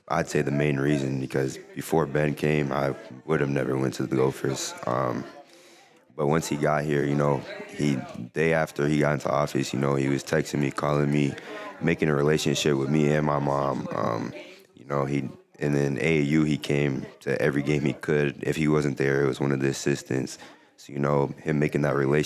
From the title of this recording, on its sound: Live at TCO